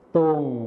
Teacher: ส่วนคำว่าตรงในภาษาถิ่นอีสานจะไม่มีรอเรือนั่นเองค่ะ